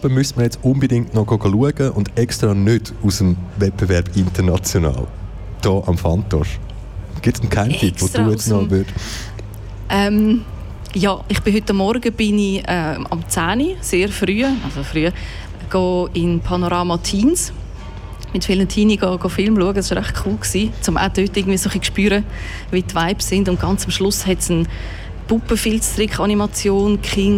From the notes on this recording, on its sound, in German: Festivalausgabe live aus dem Merkerareal in Baden.